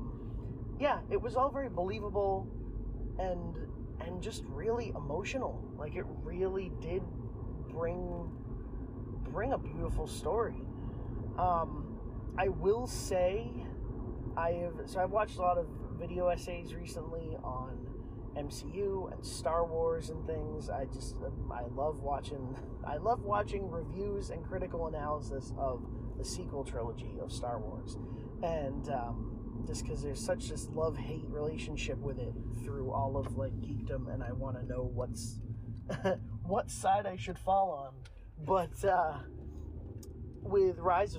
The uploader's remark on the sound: I struggled with this audio a LOT. I wanted to make a fun intro and outro, but every time the audio would mess up again.